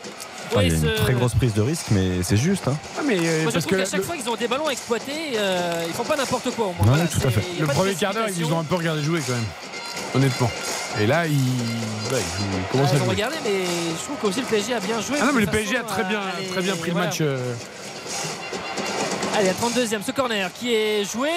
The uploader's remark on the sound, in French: RTL FOOT. En direct du stade Gaston-Petit de Châteauroux.